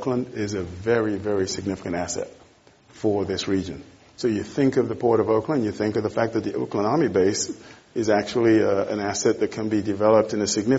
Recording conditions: live audience